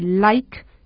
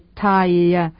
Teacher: Yo creo que está claro que el sonido vocálico de like es un diptongo, es distinto que el de tire, que está compuesto de como de tres sonidos vocálicos. El primero es un diptongo, el segundo un triptongo.